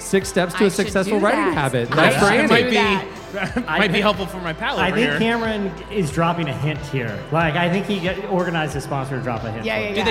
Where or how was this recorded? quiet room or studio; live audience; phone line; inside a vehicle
live audience